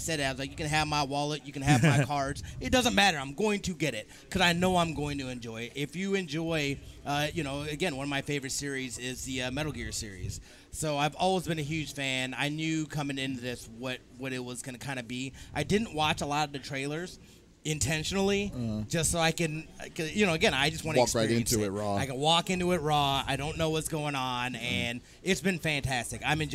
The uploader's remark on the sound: Live at Extra-Life 2019. For the first time ever, the CFG GameCast Crew are together in real life to record an episode!